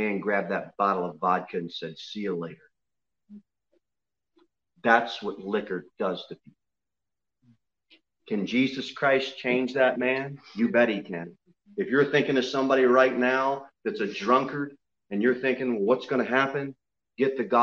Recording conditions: large echoing room